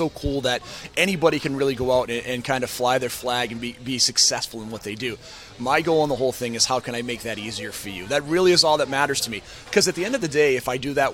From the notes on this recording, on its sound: chat at The Muffin House in Islington.